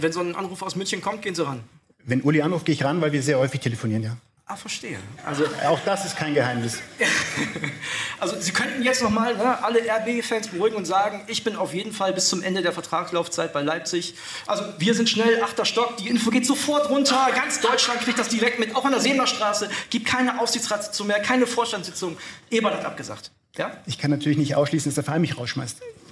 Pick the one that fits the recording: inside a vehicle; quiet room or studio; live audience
live audience